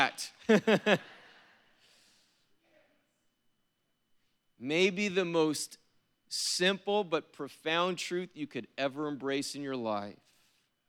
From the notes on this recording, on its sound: was preached on April 15th at the 7PM service